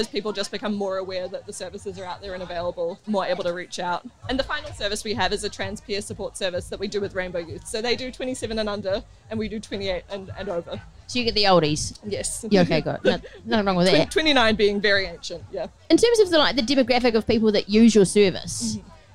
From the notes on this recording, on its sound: live at Big Gay Out 2023